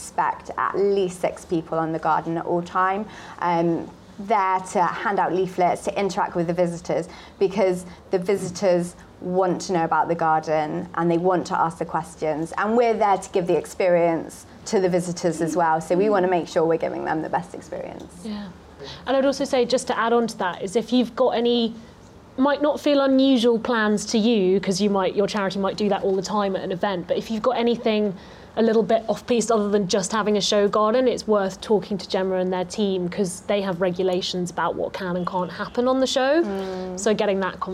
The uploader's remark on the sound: Speaking live at the 2022 RHS Chelsea Flower Show, listeners can feel the buzz around the project itself and hear what it's like behind the scenes.